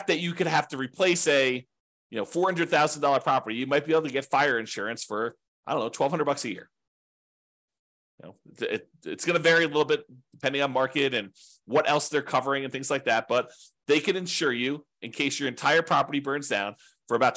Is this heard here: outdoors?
no